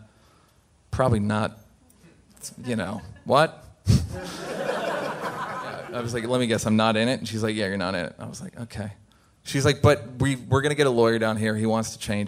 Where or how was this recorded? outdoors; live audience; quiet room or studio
live audience